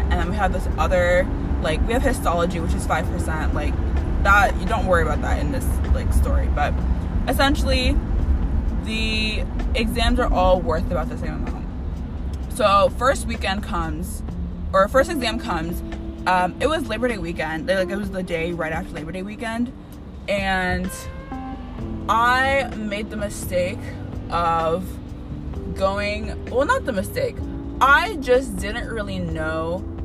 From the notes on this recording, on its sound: I wrote and re-wrote, recorded and re-recorded my first episode so many times all to just switch on the voice memo app and just record myself on the fly in the end.